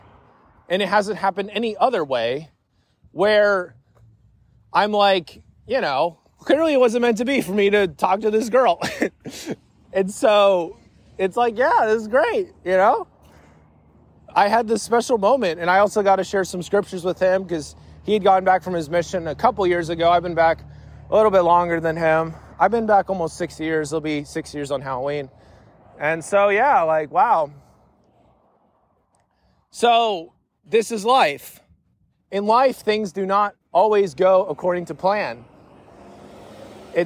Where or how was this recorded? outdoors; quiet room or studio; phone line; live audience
outdoors